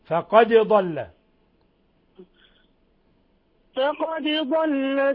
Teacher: قلقل الدال وفك الإضغام